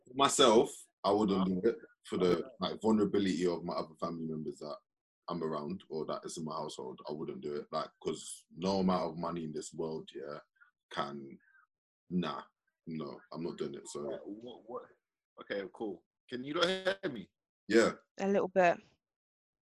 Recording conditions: video call